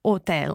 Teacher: with hotel in Italian, you don't have to pronounce the H